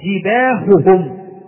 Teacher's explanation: فيعني تجد جباههم هاءان متتاليتان، وكما قلنا لما كانت الهاء حرف ضعيف فاحتجنا إلى أن نظهره جيدا